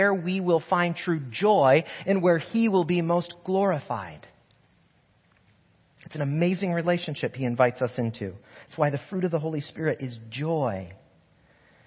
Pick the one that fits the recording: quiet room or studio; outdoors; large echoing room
large echoing room